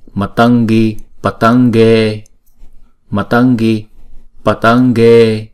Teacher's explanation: Nhưng mà tại vì người ta viết như vậy, nhưng mà mình cũng phải đọc là ngờ. Bởi vì cái chữ kế tiếp là chữ G, đọc bằng cái phần guttural, bằng cái cổ họng của chúng ta, thì chữ Anuswara này chúng ta sẽ chuyển thành chữ ngờ luôn.